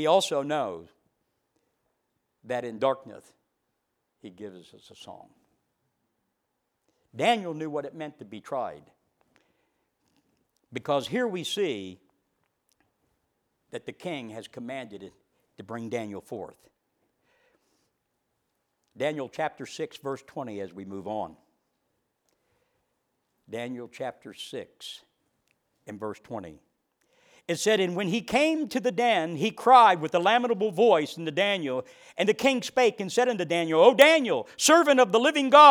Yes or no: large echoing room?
yes